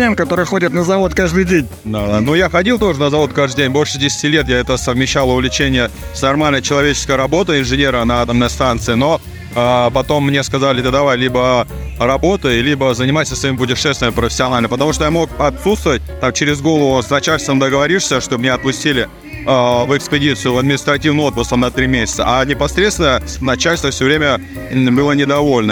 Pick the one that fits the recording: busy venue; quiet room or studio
busy venue